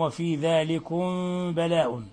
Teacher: الميم الساكنة مع الباء هذا إخفاء شفوي